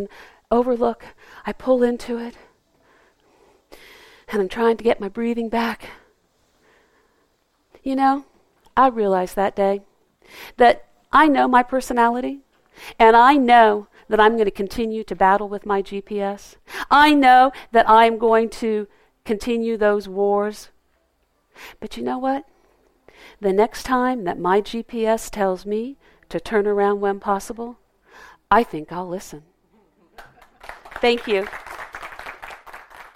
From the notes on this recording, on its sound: Recorded live at the 2015 Storytelling Festival, an annual storytelling festival in Pittsburgh, PA.